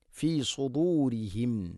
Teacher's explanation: റഹ്ബതൻ ഫി സുദൂരിഹിം മിനല്ലാഹ്. സുദൂരിഹിം, സ്വാദ് ഹെവിയായിട്ട് ഉച്ചരിക്കേണ്ട അക്ഷരമാണ്, ഇസ്തിഇലാന്റെ അക്ഷരമാണ്. നാവിൻ്റെ മധ്യഭാഗം അണ്ണാക്കിലേക്ക് ഉയർന്ന് ഉച്ചരിക്കണം.